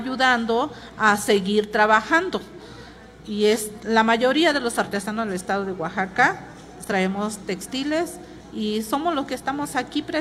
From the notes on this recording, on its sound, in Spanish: totalmente en vivo desde el Complejo Cultural Los Pinos donde se lleva a cabo #Original2023 Encuentro de Arte Textil Mexicano